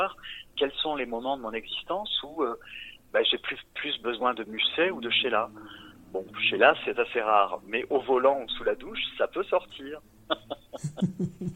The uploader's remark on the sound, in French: Entretien téléphonique.